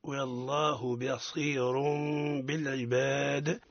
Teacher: الدال من لفظ بالعباد ساكن سكون عرضي ما حكمه؟ حكمه القلقلة